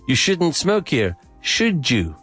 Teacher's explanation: it's D plus U, it's a ju sound